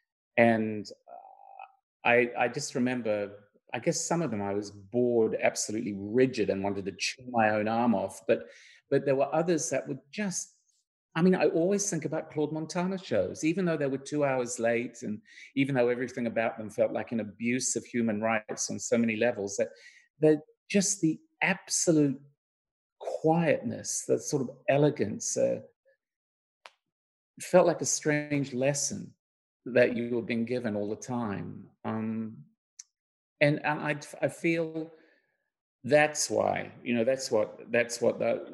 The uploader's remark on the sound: LONDON, United Kingdom. Virtual panel discussion.